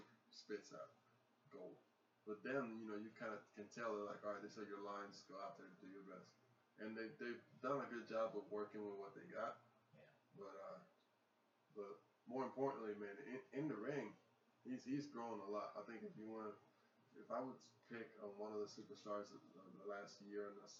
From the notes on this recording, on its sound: Excuse the lack of sound. Technical difficulties.